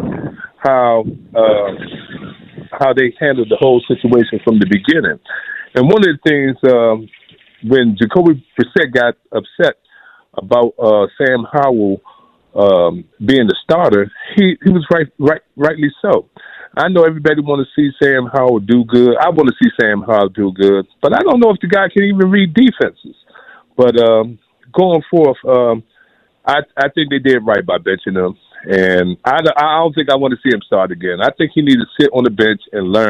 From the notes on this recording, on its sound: opened up phone lines to allow callers to weigh